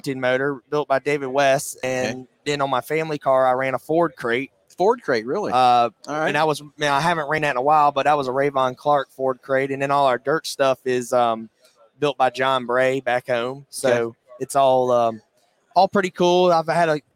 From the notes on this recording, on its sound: Live from PRI Trade Show in Indianapolis, IN.